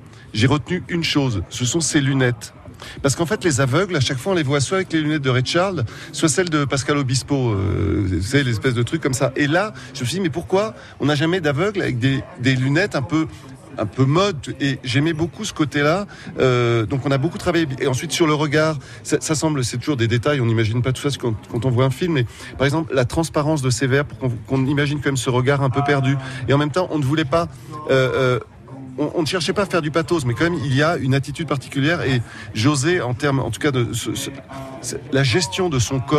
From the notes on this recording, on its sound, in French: Une Rencontre réalisée en janvier 2019 au 22e Festival international du film de comédie de l'Alpe d'Huez en Isère.